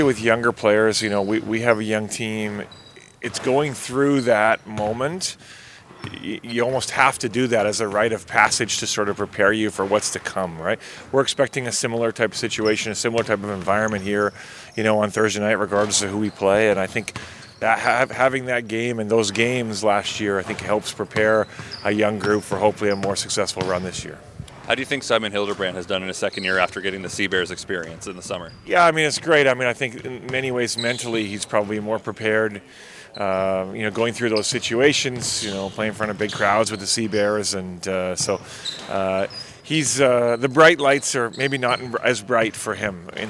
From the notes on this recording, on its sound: Live from IGAC for the Canada West Mne's Basketball Championship, hosted by the U of M.